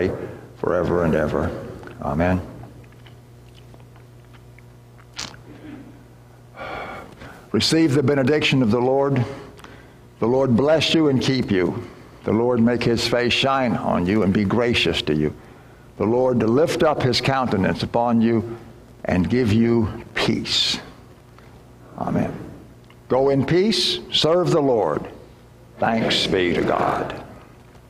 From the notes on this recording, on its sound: Worship Recording from Sunday, July 11th at First Lutheran Church and School in Clearwater, Florida.